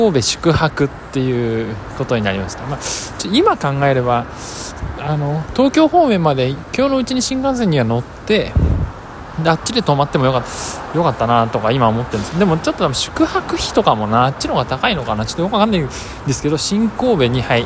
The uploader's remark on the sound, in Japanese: 出張の道中を実況！(飛行機、電車、バス、ヘリコプター)。出張の様子を録音してみました。